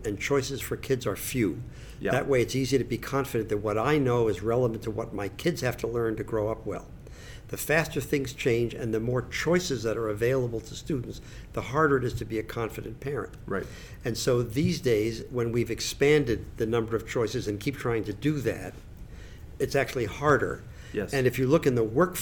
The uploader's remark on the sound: Conversations from the Heads and Chairs Conference